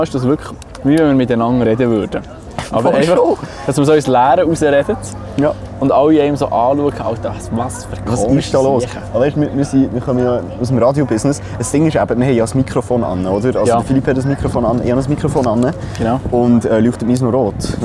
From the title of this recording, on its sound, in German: Live von der BEA Expo